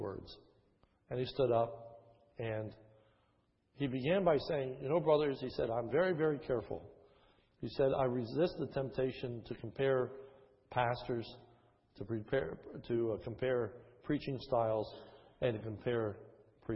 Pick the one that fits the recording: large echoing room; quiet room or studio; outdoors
large echoing room